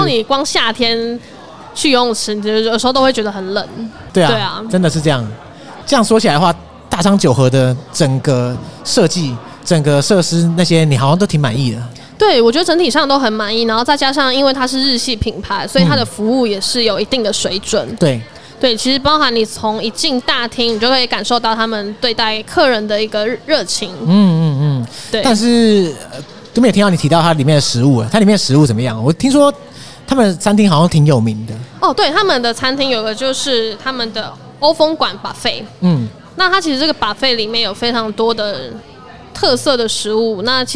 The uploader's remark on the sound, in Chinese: Live Podcast 原音直送